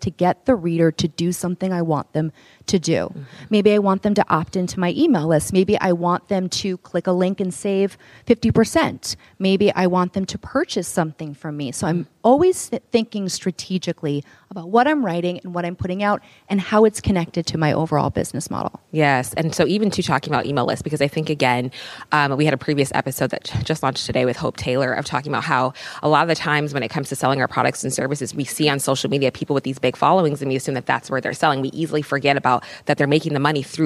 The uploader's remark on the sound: During our recent Partner Summit, we hosted some of HoneyBook’s top pros and educators in San Francisco. At the summit, we recorded our first live podcast interview.